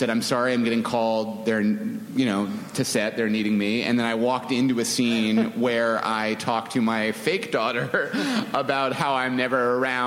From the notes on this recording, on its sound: FX Comedy Night panels from ATX Television Festival